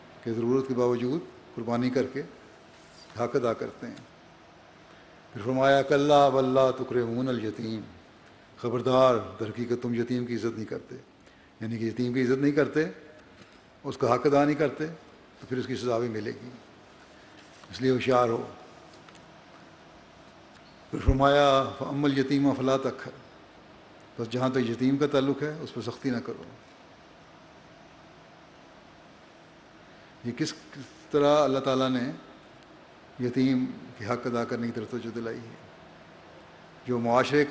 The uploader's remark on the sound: Concluding Address at Jalsa Salana UK 2021